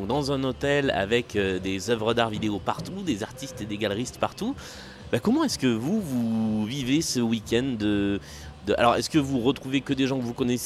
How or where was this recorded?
busy venue